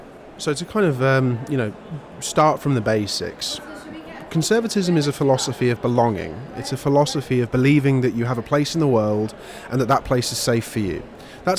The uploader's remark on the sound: live at the Conservative Party Conference 2022